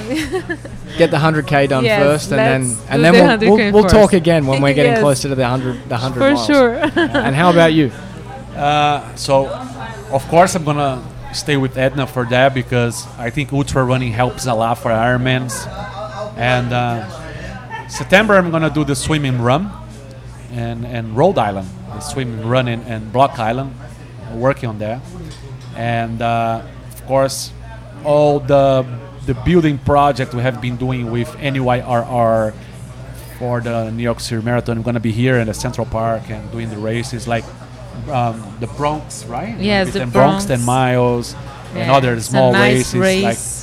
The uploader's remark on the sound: We recorded this podcast 100% on the fly. The restaurant turned into a podcast studio so please bare with me if the audio is not up to usual standard.